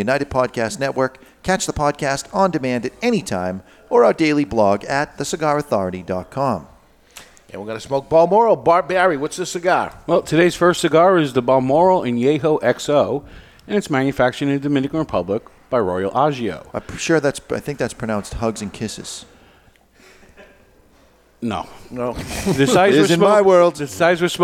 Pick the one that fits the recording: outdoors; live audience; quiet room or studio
live audience